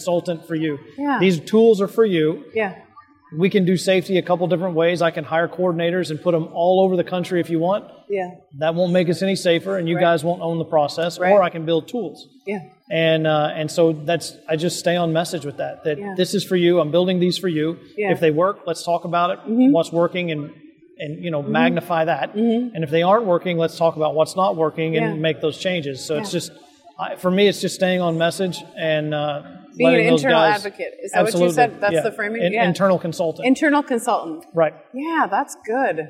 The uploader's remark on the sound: NSC Live. Live from the Expo floor of the NSC Congress.